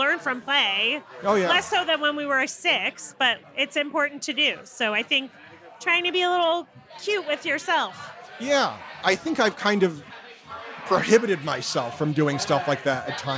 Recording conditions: busy venue